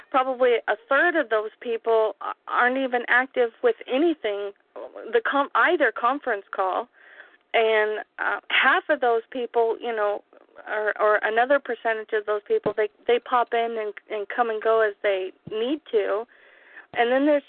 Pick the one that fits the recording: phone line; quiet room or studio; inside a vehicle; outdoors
phone line